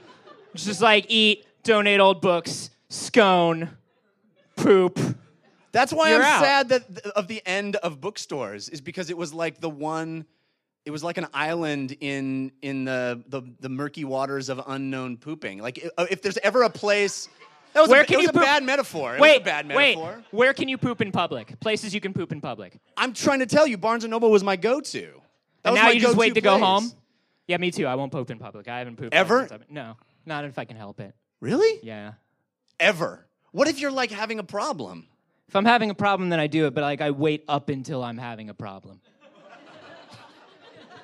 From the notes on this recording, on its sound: LIVE Episode 100 from the NerdMelt Showroom. Recorded in front of a live audience at the Nerdmelt Showroom in Los Angeles!